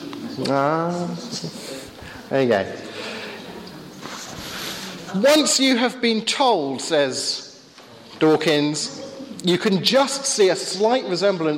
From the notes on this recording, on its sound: Sunday afternoon workshop with Q&A at Hesketh Bank Christian Centre.